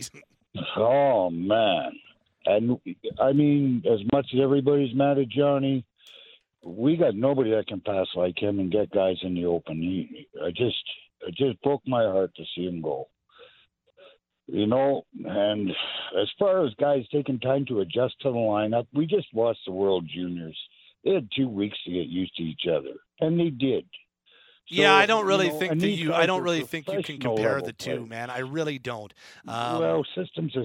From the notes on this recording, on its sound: we open up the Phone and Text lines to let your hot takes fly!